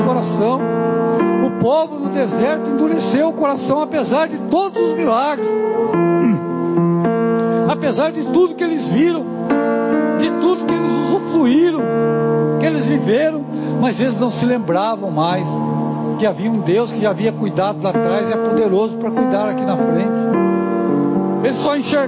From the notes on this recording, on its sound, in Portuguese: Culto de Cura e Libertação.